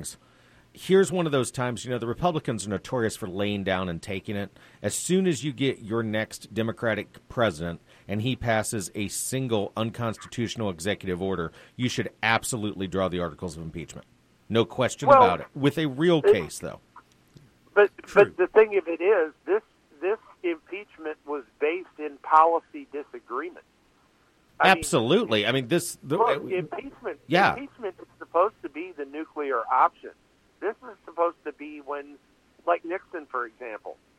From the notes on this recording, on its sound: Live show with a call in guest!